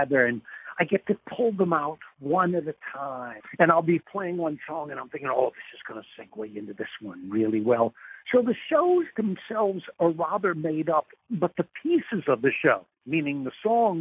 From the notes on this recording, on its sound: spoke by phone